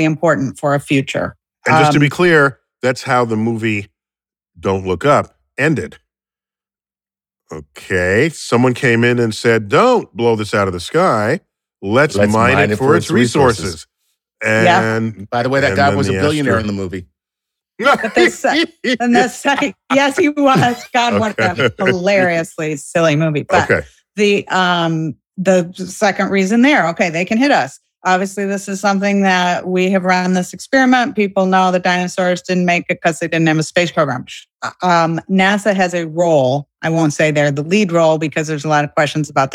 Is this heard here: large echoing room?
no